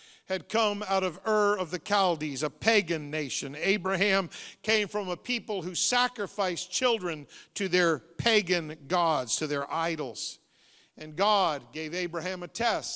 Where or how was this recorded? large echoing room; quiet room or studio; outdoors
large echoing room